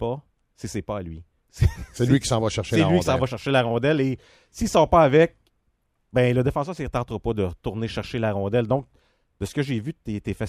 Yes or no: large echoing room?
no